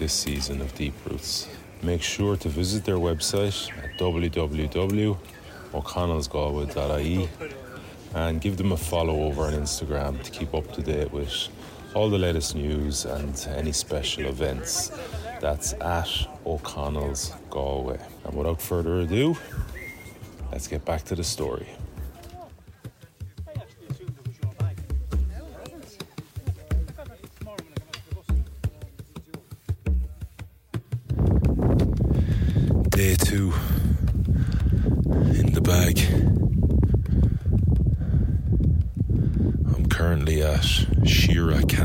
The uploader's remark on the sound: Amidst the stunning landscape of clouds and majestic peaks, he shares his remarkable experiences and insights. The episode kicks off with a humorous quest for phone signal amidst the wilderness.